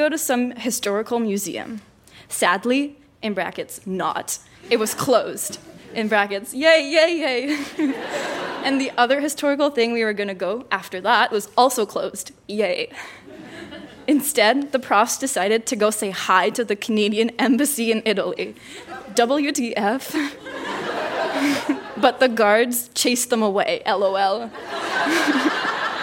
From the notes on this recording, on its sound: Recorded live at The Gladstone Theatre in Ottawa.